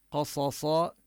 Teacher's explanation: ننتبه لتفخيم القاف والصاد